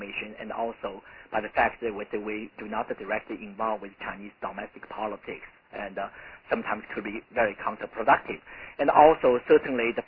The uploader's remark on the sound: in a conference call